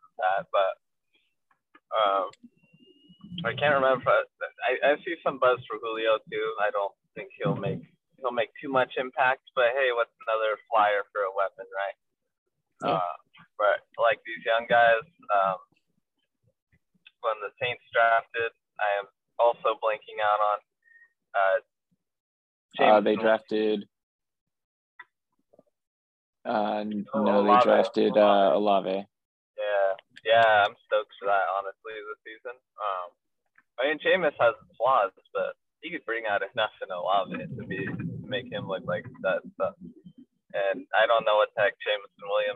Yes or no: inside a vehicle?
yes